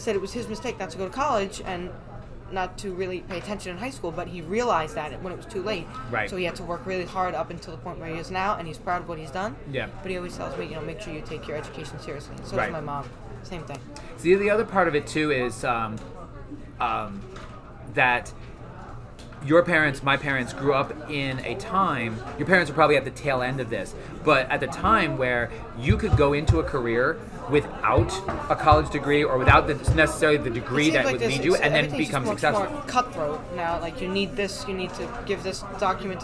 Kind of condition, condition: fault, background noise